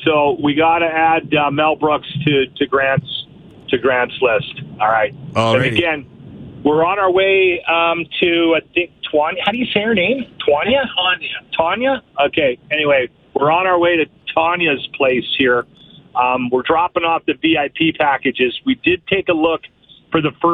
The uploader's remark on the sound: broadcast the show while driving around the city